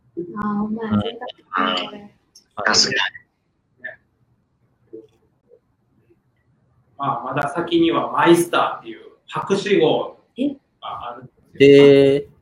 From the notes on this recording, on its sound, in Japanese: 今回はライブ配信を録音した環境が悪くかなりお聴きぐるしい所が多くなっております。